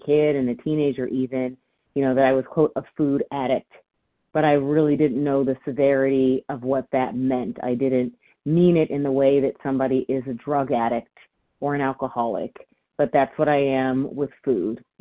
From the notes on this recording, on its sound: from the 100 Pounders Phone Meeting, 6/21/23